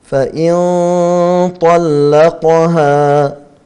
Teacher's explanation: نون ساكنة بعدها طاء، إخفاء حقيقي بغنة مفخمة